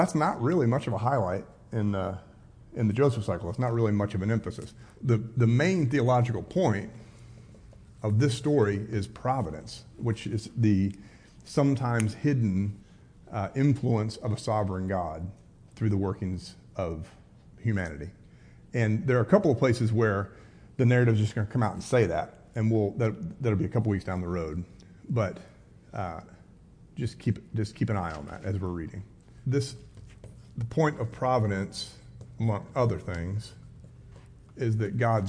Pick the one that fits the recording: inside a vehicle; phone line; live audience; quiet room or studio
live audience